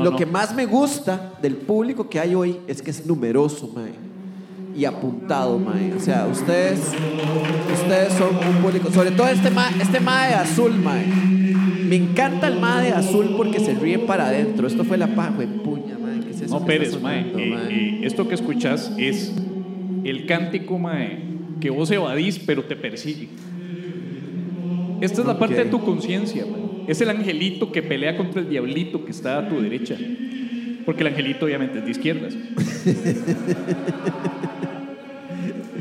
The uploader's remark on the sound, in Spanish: En vivo desde el Salon Tractat en El Lobo Estepario